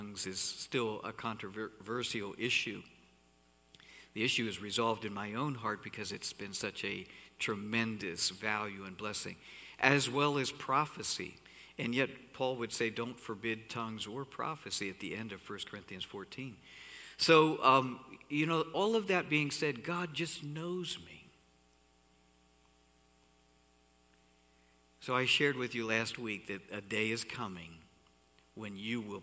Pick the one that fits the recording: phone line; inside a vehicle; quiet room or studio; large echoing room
large echoing room